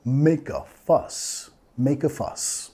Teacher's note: vinculando el sonido schwa